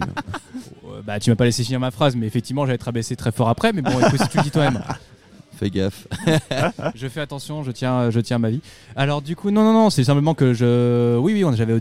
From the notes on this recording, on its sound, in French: L'émission a été enregistrée et diffusée en direct dans le bar parisien Hellfest Corner.